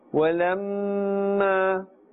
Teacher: Remember, meem mushaddad must be pronounced with ghunna.